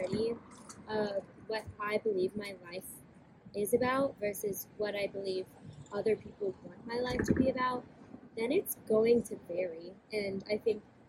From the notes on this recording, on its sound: Excuse the background noise.